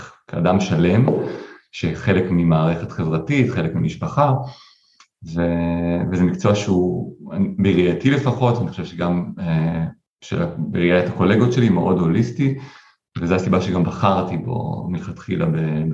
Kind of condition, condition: link, video call